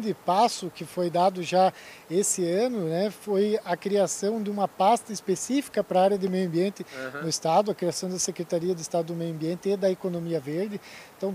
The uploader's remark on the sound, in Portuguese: Prosa gravada no ABEMA DAY, Associação Brasileira das Entidades de Meio Ambiente, evento que contou com a presença de inúmeros associados e pessoas da sociedade civil durante a COP28, em Dubai.